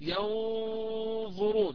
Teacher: نطقت النون مخفى طبعا بحالة متوسطة بين الإظهار والإدغام · Term: الإخفاء